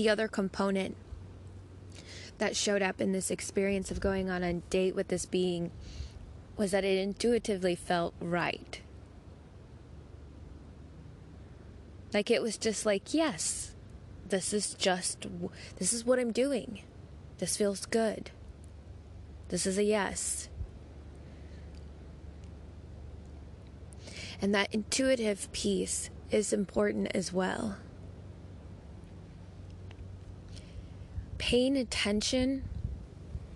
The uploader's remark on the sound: Sounds of the Bangalley Headlands.